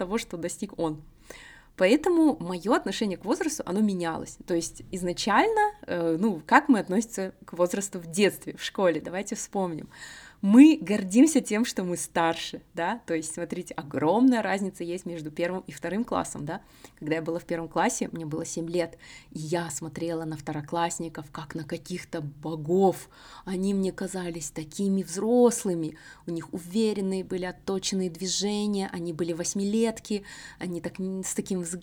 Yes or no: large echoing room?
no